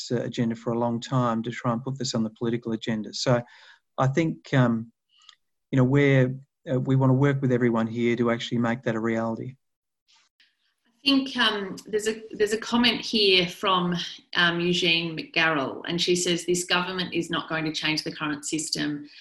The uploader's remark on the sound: the audio from an online Town Hall Meeting conducted by parent advocacy group The Parenthood